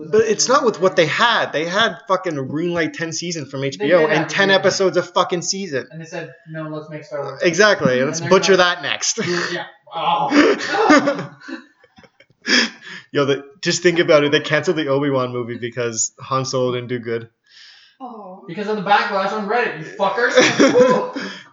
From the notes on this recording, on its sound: I really fucked this one up, listen if you want, sounds like ass the whole way through.